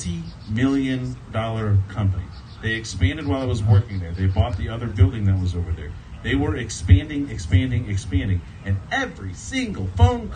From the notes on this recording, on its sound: LIVE from the amphitheater in Stephen's Lake Park in Columbia, MO